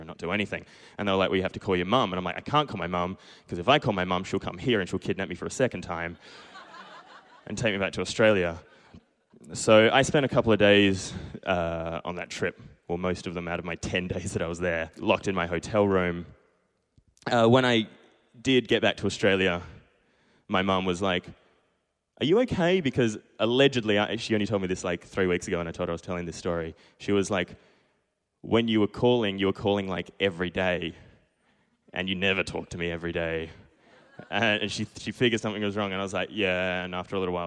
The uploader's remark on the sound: Barefaced Stories are told live on stage at a tiny pub in the huge state of Western Australia.